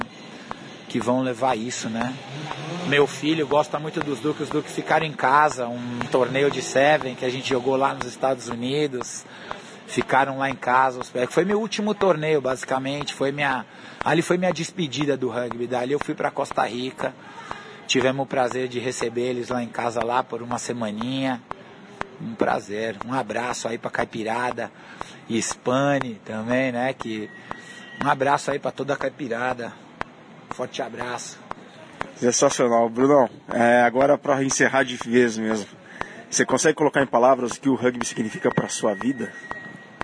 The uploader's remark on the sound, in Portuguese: O papo, gravado em um café semanas atrás